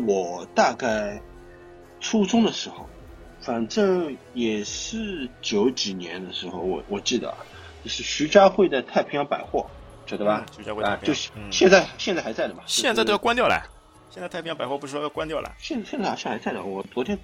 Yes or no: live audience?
no